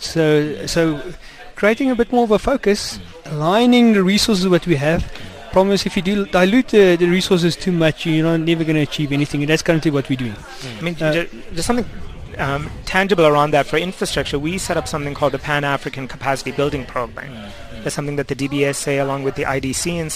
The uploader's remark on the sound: We today in our outside facility here in Sunninghill, west of Johannesburg